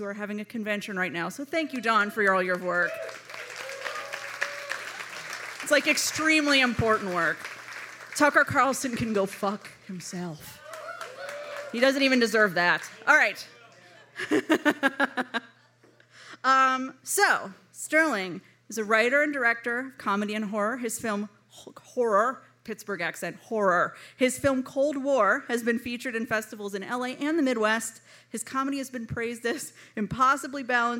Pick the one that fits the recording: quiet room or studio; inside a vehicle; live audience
live audience